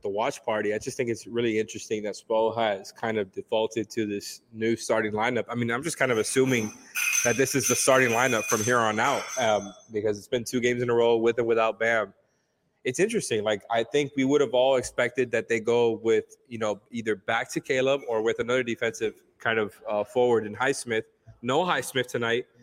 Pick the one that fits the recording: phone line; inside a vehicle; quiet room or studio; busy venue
busy venue